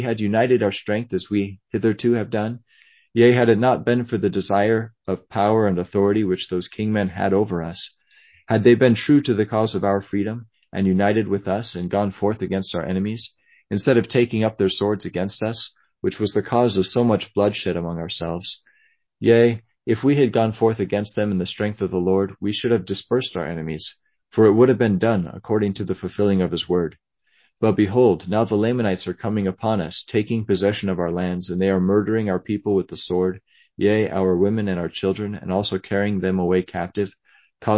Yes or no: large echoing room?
no